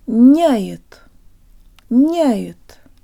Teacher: Notice that the Y sounds like an I-flavored schwa. Няет. And the te is pronounced with the part of the tongue behind the tip.